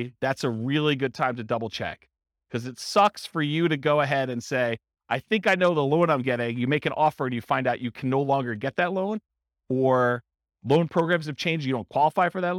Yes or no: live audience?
yes